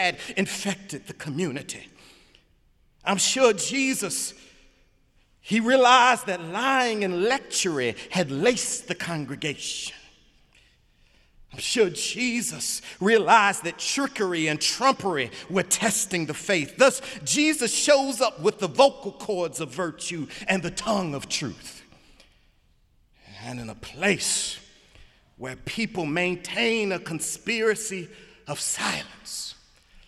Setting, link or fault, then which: setting, large echoing room